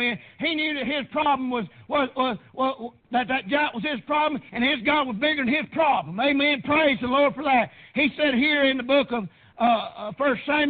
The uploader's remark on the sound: PREACHED AT PRAYER BAPTIST CHURCH.